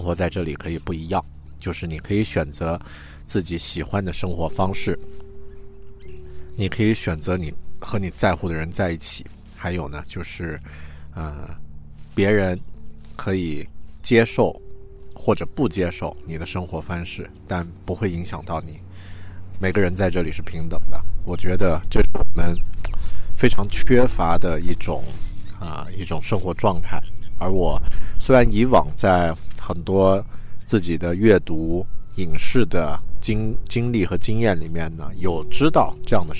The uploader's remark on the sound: I left home, walked 5 kilometers and I could see the ocean. I recorded this episode on the shore, this is the first episode I made in New Zealand.